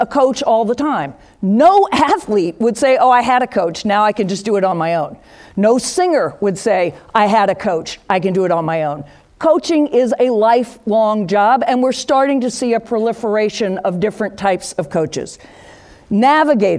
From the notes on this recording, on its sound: Upfront Summit 2018. With the Upfront Summit audience.